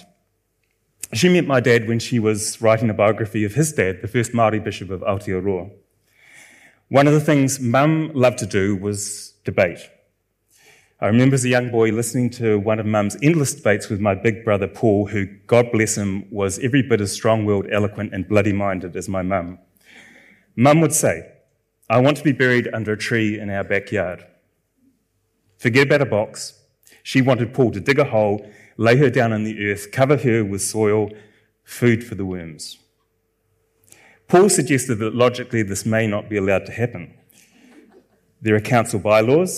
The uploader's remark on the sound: Hear a selection of guest authors take their work off the page and onto the stage in the gala opening of the 2023 Marlborough Book Festival.